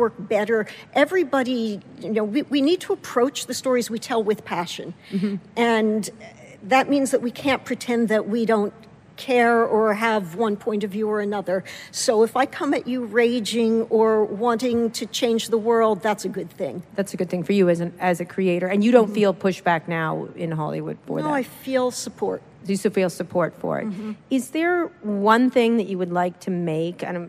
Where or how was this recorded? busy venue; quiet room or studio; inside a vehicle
busy venue